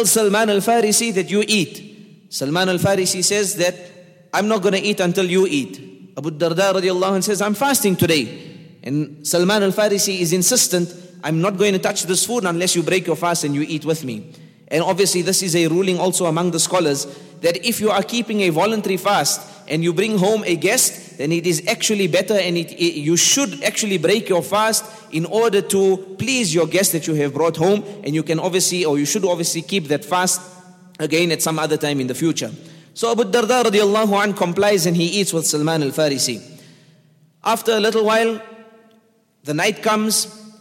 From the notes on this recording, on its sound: at the Houghton Masjid (West Street)